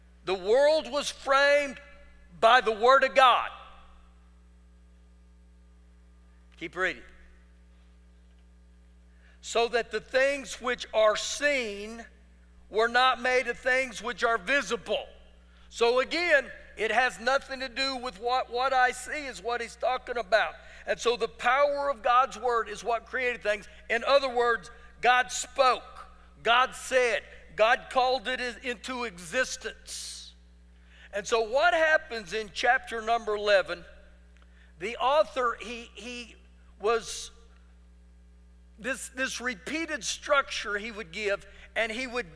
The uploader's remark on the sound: Recorded live during our Wednesday night service